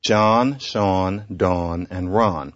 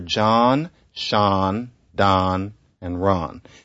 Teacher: What is written aw is pronounced ah by increasing numbers of people. · Shown in: second take